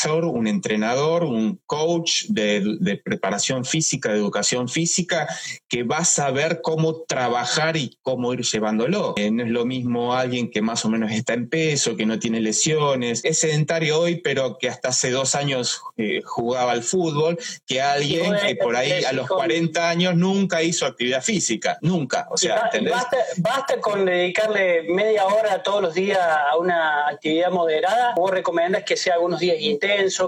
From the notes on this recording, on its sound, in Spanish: Charlamos en vivo por IGTV